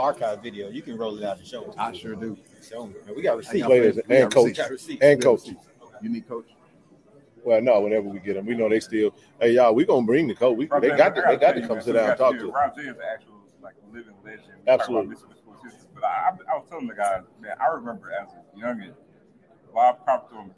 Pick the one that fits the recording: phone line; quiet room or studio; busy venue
busy venue